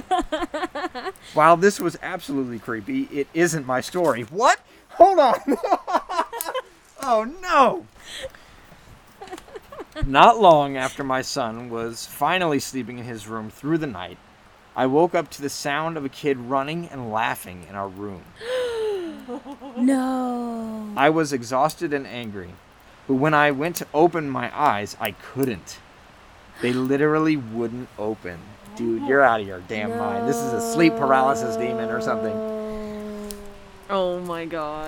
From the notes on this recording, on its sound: We have decided to bring you a bonus episode from around the campfire! Every once in a while, we like to go out into the elements, and record some spooky stories. The audio is unpredictable, the scares are real, and the fire is always nice and warm.